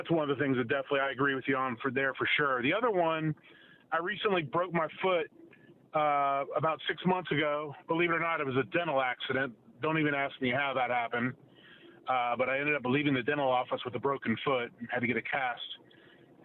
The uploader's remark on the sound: We have another call in from our buddy in the wild